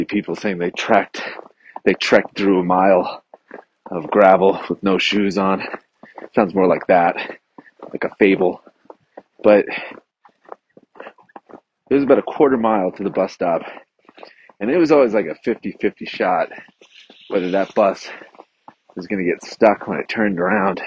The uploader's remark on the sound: This week I am on travel so I had to podcast while walking around the neighborhood…and there happened to be a snowstorm while i was recording. Apologies for the bad audio!